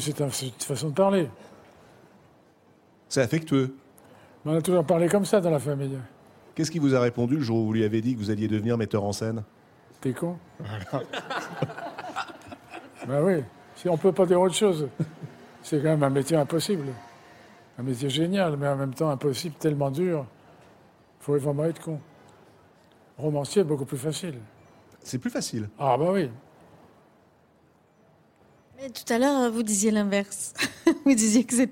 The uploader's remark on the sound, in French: une nouvelle émission depuis le Festival de Cannes